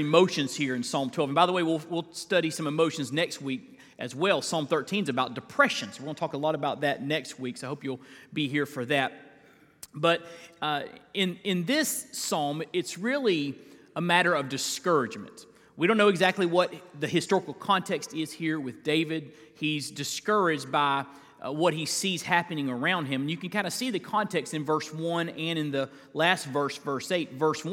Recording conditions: large echoing room